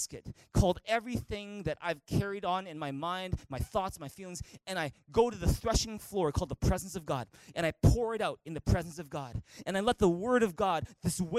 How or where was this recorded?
large echoing room